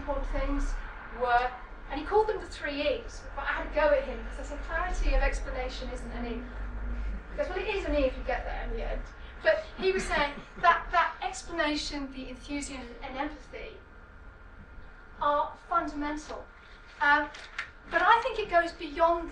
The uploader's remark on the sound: speaks at SRHE Academic Practice Network Event